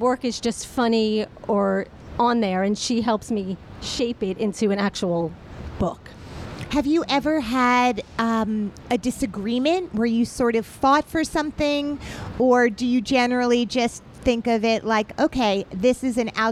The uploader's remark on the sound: LIVE from Bryant Park